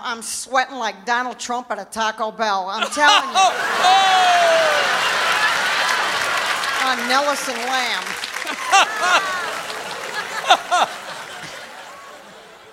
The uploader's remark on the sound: Live at the South Point Hotel, Casino and Spa in Las Vegas Nevada.